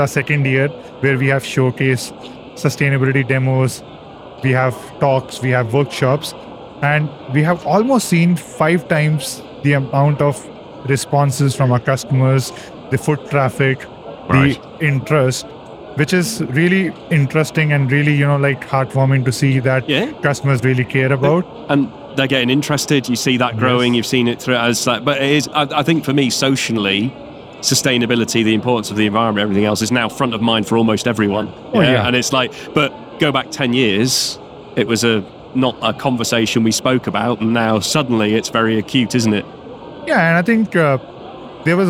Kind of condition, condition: setting, busy venue